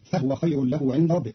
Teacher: قرأ قالون كلمة فهو بإسكان الهاء